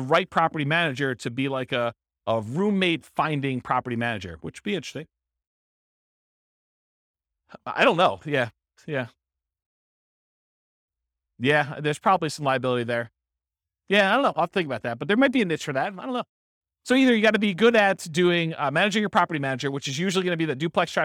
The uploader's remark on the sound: This was a live class recorded